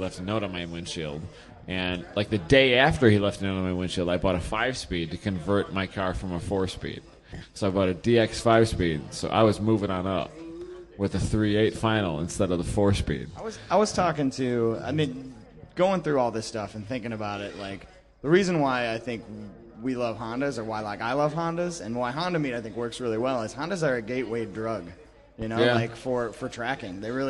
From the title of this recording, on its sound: LIVE from HondaMeet15 Party Barn